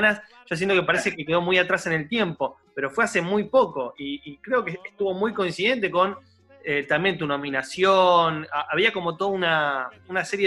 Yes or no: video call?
yes